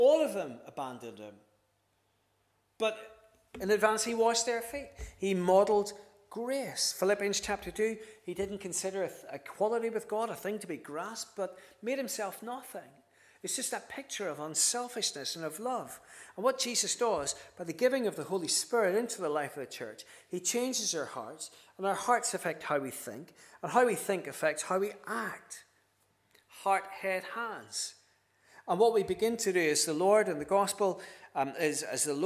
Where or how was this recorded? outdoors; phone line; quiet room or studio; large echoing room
large echoing room